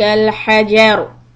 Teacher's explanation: When you stop on the ra, it becomes heavy ra because ra with the sukoon. Before that, you have a fatha on jim.